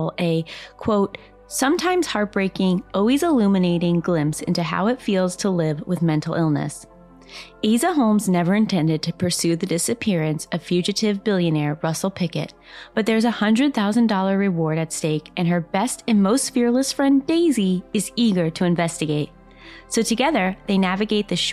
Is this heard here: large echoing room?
no